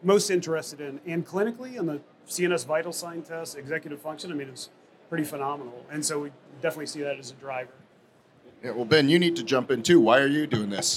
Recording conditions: busy venue